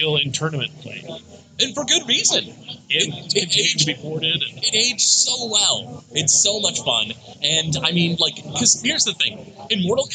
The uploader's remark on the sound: live from the Michigan Science center for a special episode